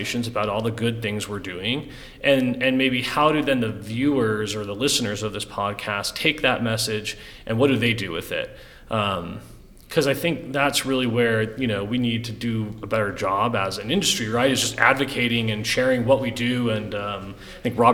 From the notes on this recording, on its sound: The conversation is the first of the special episodes recorded from the GPA Midstream Annual Convention.